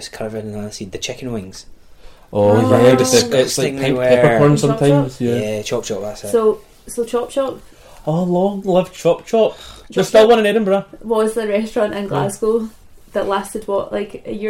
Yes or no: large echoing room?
no